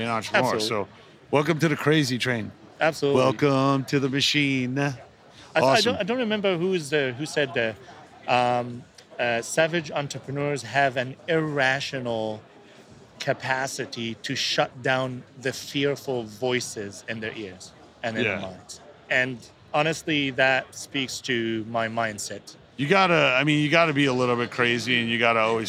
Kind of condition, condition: setting, busy venue